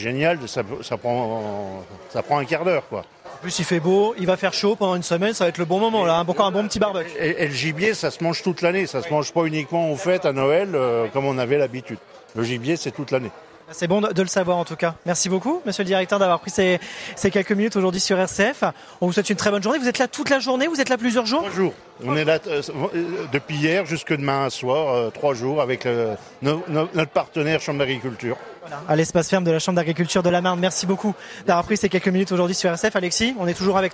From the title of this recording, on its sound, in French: RCF en direct de la 77e Foire de Châlons